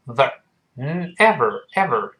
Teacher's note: ever 那个上牙触下唇 ver